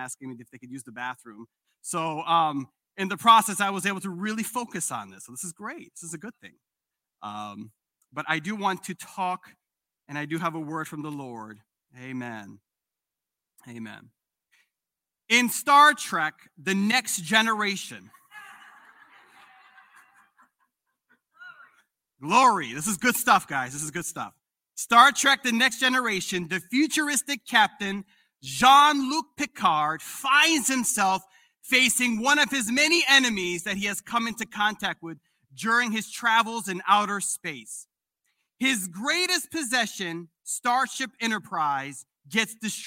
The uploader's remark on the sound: This sermon was recorded live on April 17th, 2022 at Newark United Pentecostal Church.